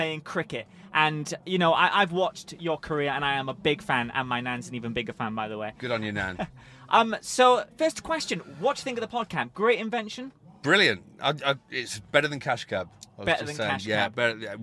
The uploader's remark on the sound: This episode was recorded live at the 2021 British Motor Show in Farnborough.